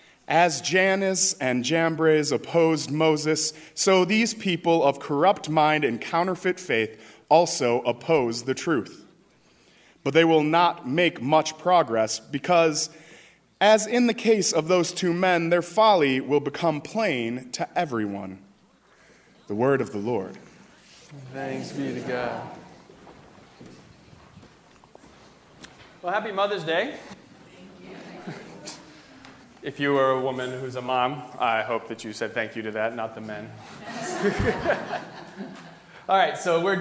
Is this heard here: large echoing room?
yes